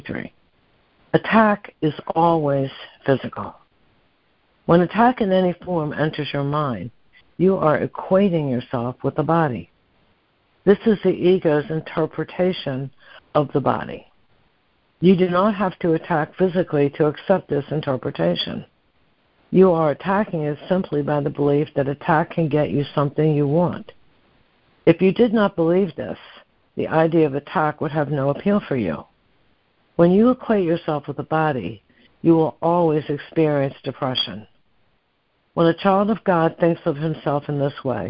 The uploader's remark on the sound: ACIM Daily Conference Call.